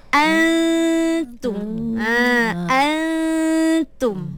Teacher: So, maknanya kita kena buangkan dia punya makhrah dia. Kita ambil dengung dia sahaja. Kita terus pergi alif tu, kita terus pergi kepada ta terus. · Term: ikhfa